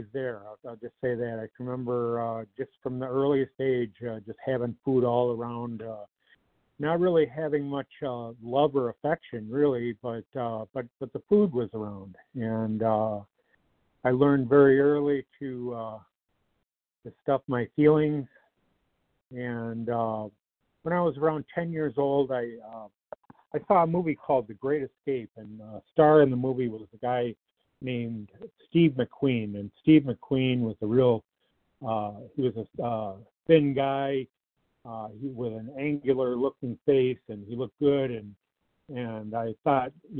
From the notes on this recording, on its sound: 100 Pounders Phone Meeting